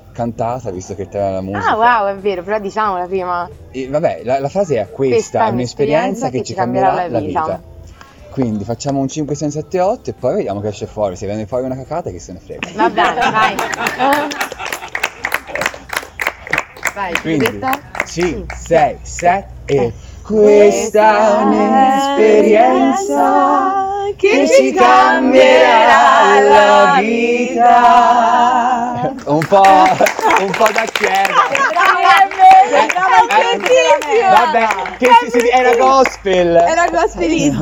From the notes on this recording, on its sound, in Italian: LIVE dall'Aperivintage!